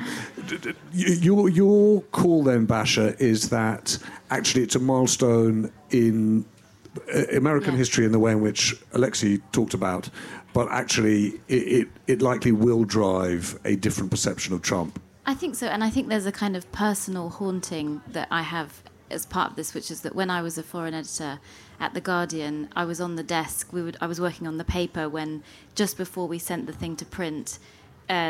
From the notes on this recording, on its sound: In this episode, recorded at Kite Festival on Sunday 11th June. Is joined on stage by Tortoise editors.